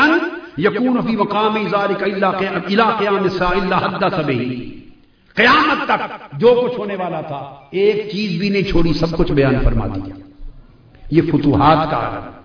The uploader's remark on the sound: on the event of International Mawlid-un-Nabi Conference 2010 at the Place of Minar e Pakistan Lahore